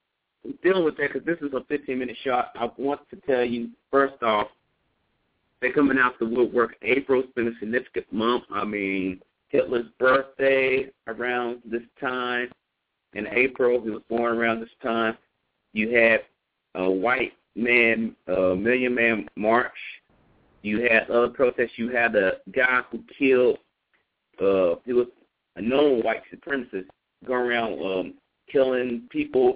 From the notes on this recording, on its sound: Call in live show